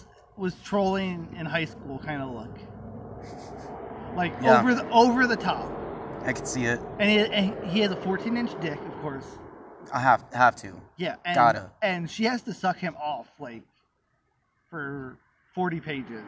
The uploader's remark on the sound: We recorded a roadside chat to close out season 4.